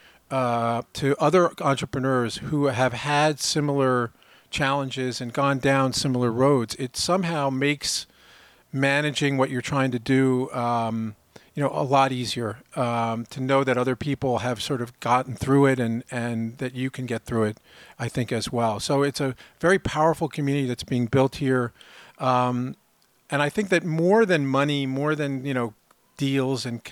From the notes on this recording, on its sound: Live from Uncharted Summit. This special edition of Uncharted was recorded live at the annual Uncharted Summit in Southampton.